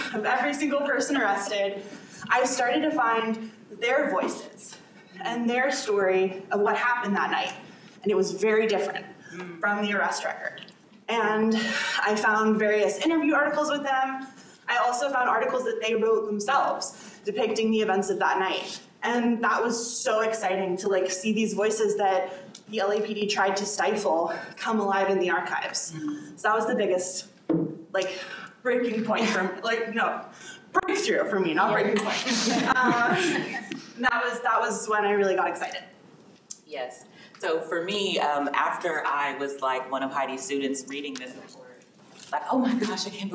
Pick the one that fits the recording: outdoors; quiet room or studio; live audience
live audience